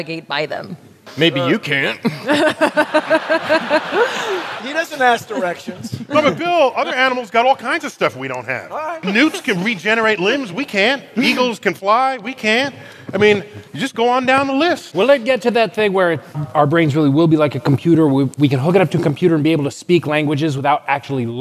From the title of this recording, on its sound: StarTalk Live: Big Brains at BAM